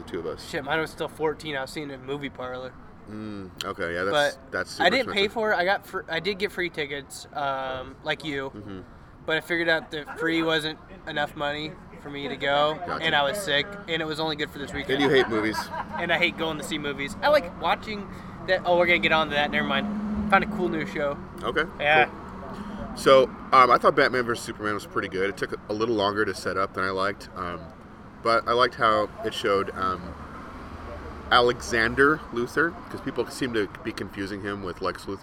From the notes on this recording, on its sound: This week we come live to you from Amnesia Brewing.